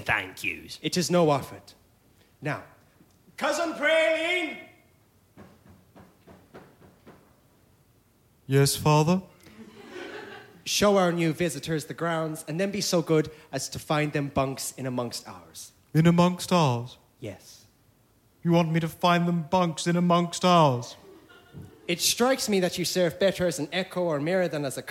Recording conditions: live audience